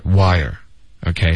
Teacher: 没有一个 ear 的音出现，他就直接把这两个字融成一个音节了